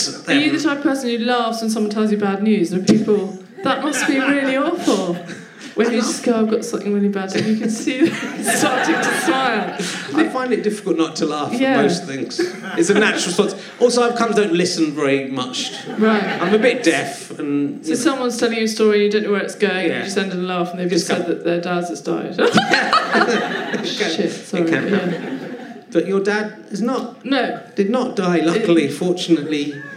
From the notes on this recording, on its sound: There aren't many flies around, but a game member of the audience agrees to be zapped.